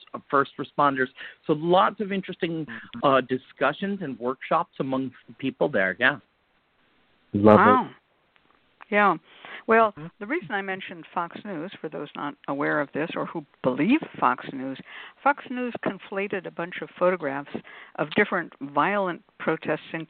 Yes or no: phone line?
yes